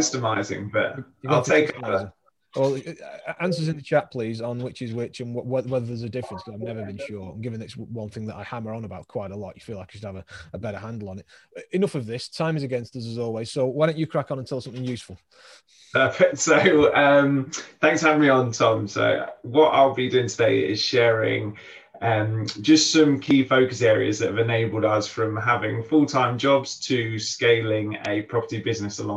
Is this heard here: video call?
yes